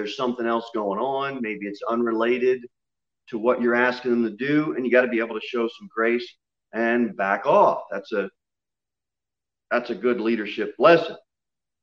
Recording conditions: large echoing room